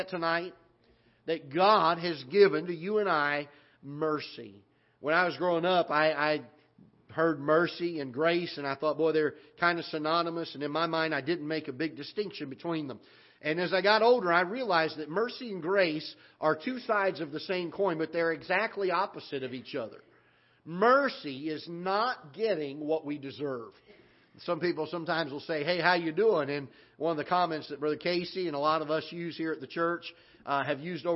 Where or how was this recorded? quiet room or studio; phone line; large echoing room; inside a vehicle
large echoing room